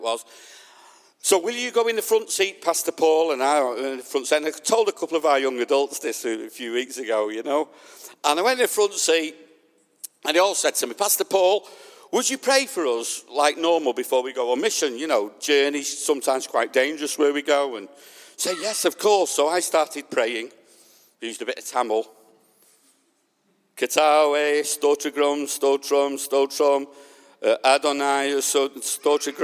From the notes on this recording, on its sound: This message was recorded at the Lighthouse Manchester on Sunday 20th June 2021